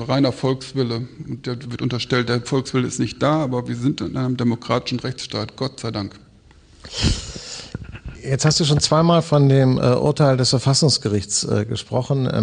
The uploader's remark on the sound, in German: im Rahmen von „2 um 8 – der radioeins- und Freitag-Salon“ am Berliner Ensemble aufgezeichnet